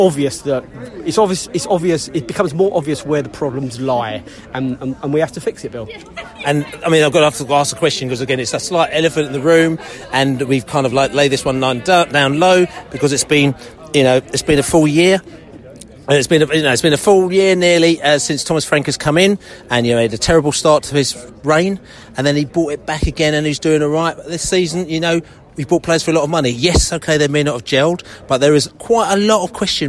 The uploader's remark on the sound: post-match podcast from the pub